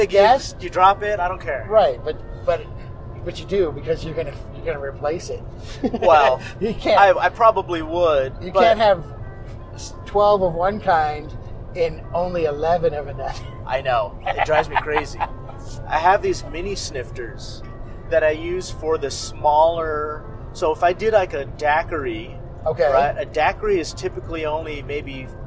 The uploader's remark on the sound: Phoenix Speakeasy Bar Crawl. We recorded this episode on the road trip out, leading up to the crawl, followed by a recap of each spot we visited.